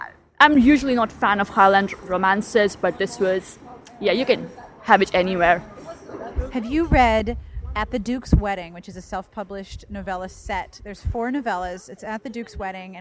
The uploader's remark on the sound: hanging out in the festival area with a few readers and a book seller